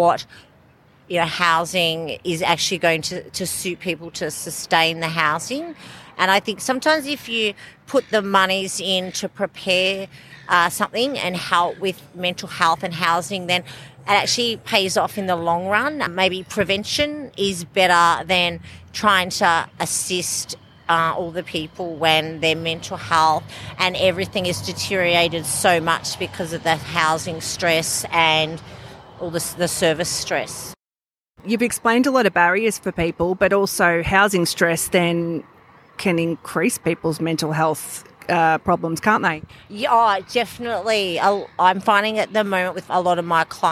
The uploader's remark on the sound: This is an episode recorded during Homelessness Week 2023, live from Harmony Square Dandenong in Melbourne's south east. Co-hosted by Wayss and City of Greater Dandenong.